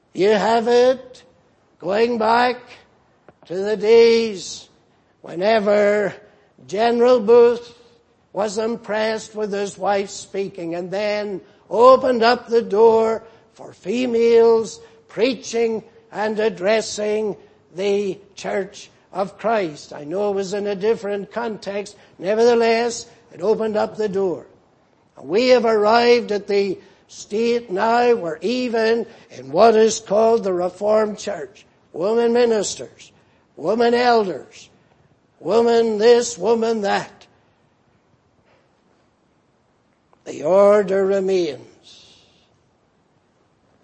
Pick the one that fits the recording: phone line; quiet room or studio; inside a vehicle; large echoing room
large echoing room